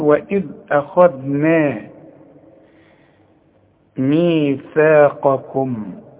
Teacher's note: الخاء مفخمة، الذال مرققة، النون كمان مرققة